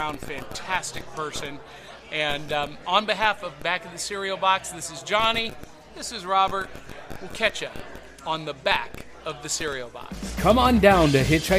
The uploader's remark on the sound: live at the National Corvette Museum Comic & Toy Show in Bowling Green, KY